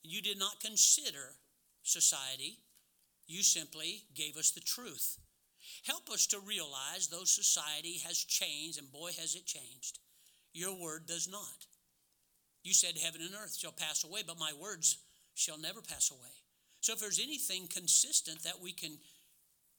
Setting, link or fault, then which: setting, large echoing room